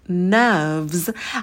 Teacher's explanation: Во-первых, слово nerves на «н» кончик языка мы ставим на альвеолы. И далее звук «э», звук «шва», такой долгий, как в слове girl, девушка. nerves, а «з» будет звонкий, не оглушайте.